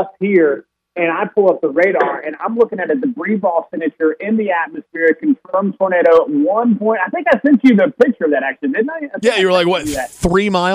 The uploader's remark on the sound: calls into the show from Wilmington